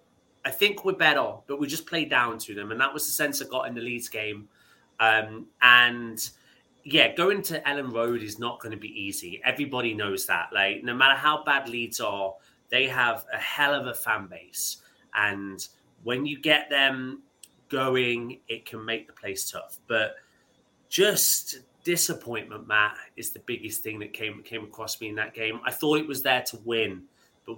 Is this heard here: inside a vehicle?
no